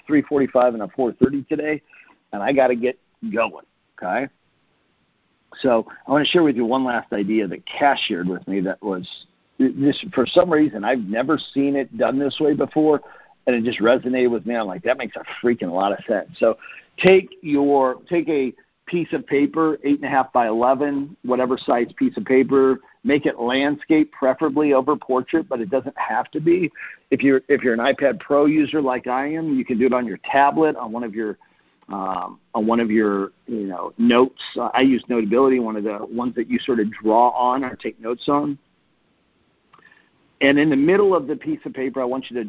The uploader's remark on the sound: Team Freedom conference call on 8/30/19.